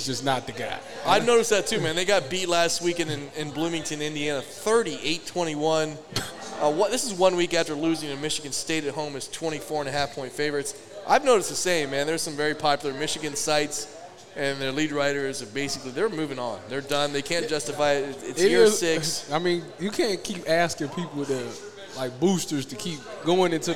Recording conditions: busy venue